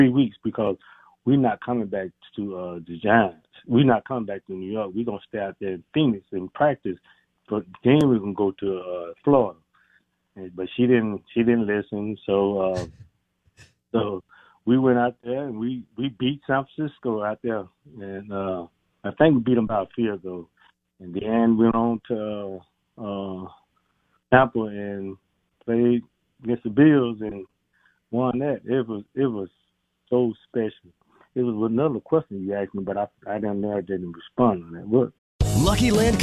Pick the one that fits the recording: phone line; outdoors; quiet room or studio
phone line